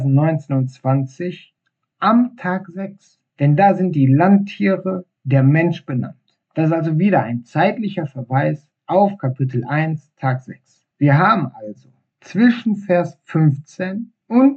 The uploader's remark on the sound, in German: Ich hoffe das die Tonqualität der nächsten Episode wieder besser wird.